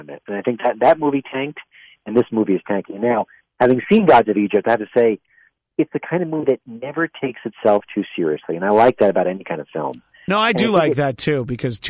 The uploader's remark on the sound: joined via telephone